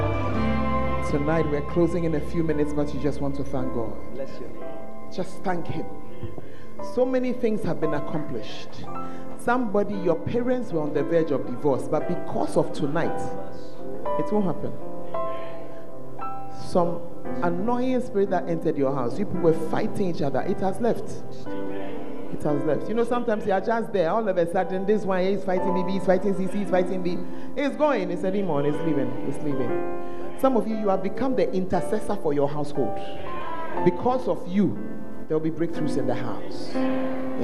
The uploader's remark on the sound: on Day Three of The Proton Convention at The Fountain of Life Cathedral